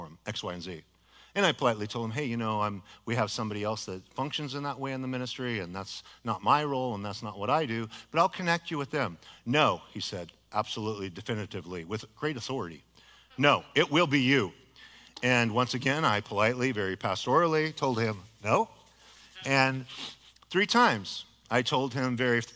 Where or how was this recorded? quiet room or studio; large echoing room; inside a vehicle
large echoing room